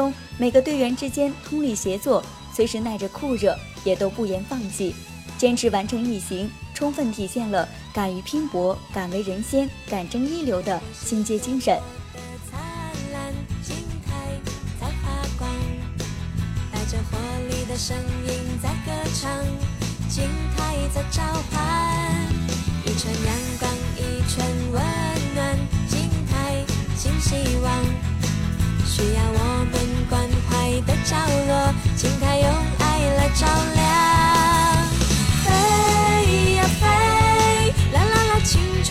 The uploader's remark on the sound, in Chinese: 走进萧山干部湘湖毅行活动现场